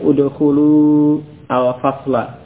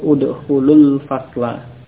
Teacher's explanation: Ya, kalau bersambung ya udkhulul fasla. Ya, jadi ketika bersambung wawunya tidak diucapkan · Shown in: second take · Jadi udkhulul, jadi lam yang bomah langsung ke lam sukun sesudahnya pada alif lam.